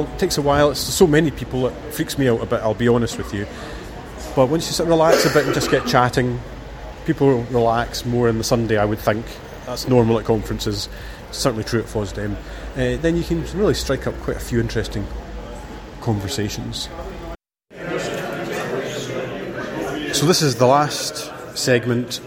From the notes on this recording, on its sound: FOSDEM first impressions. This audio is recorded in snippets in between manning the stand and gives some off-the-cuff observations from a FOSDEM noob.